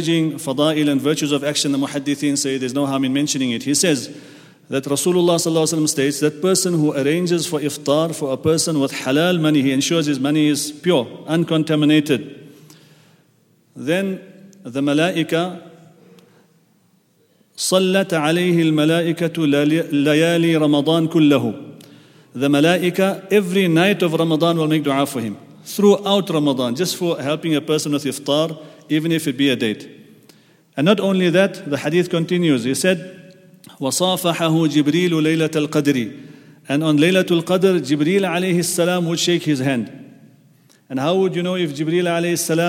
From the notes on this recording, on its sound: at the Houghton Masjid (West Street)